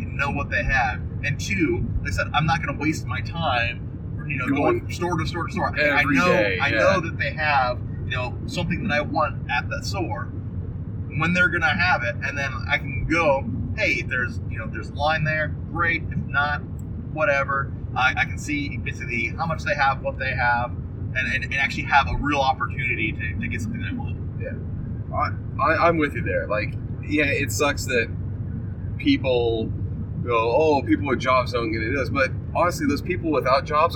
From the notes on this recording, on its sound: Podcasting in a Car (Tucson Comic Con Recap). This week the guys go on a road adventure to Tucson Comic Con 2017. No mixers or high end processing in this episode, the guys podcast from the car. Their road trip down to Tuscon, Arizona!